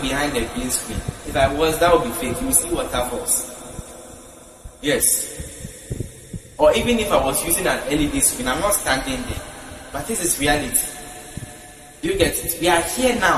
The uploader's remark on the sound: Preached at the GIHTIIY Conference 2023 at the Love Arena, Accra.